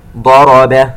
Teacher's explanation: ضاد وراء مفخمات والباء مرققة